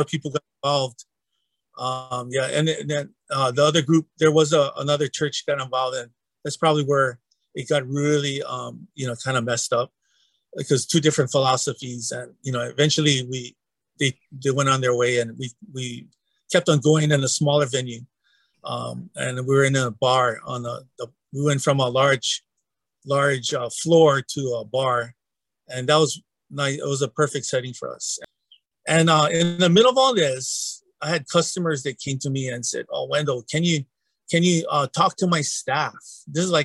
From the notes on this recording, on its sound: It is a little different as we recorded it in a members only webinar for the Equippers Lab. You'll hear pastors asking questions which probably makes this richer than if it were a straight interview.